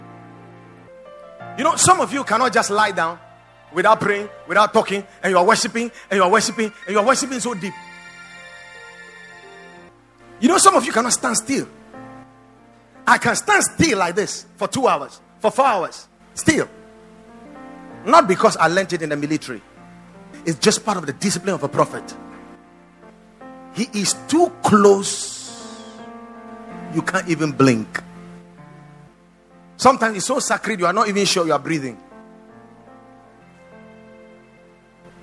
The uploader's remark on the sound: Preached at the Watered Garden Church